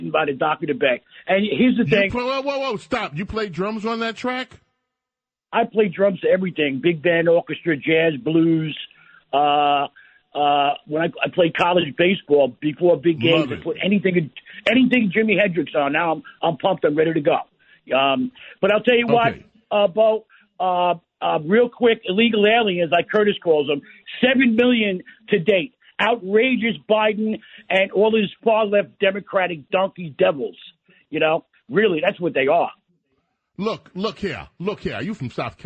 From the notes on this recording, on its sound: rapid phone calls to allow his listeners to give their thoughts